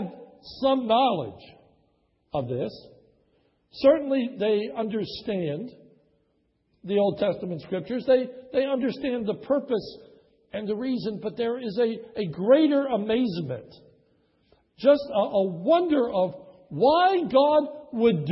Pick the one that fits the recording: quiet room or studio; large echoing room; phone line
large echoing room